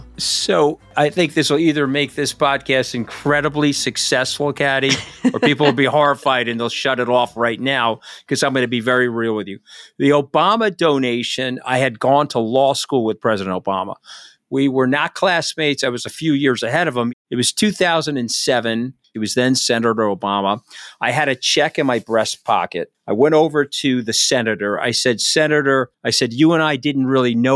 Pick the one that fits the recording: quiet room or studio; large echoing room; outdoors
quiet room or studio